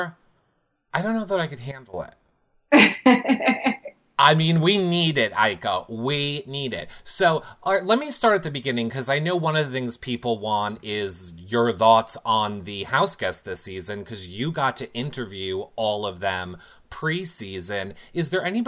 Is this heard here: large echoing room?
no